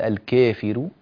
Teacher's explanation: عندما قرأ قلل الألف فقال الكافر، وليس كذلك